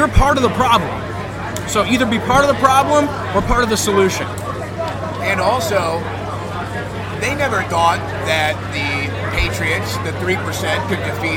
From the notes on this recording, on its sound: Live From The Reawaken America Tour!